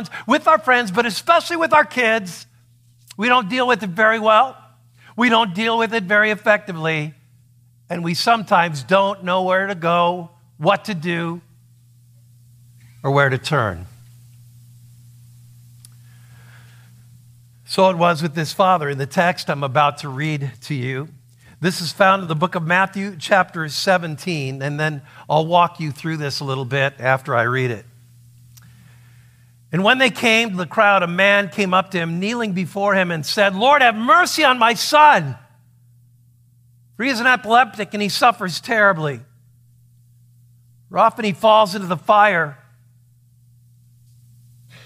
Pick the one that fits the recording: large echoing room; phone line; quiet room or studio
large echoing room